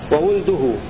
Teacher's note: بضم الواو وسكون اللام